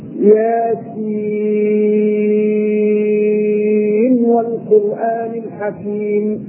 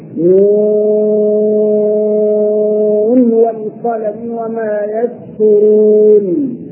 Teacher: اظهرت النون الساكنة عند الواو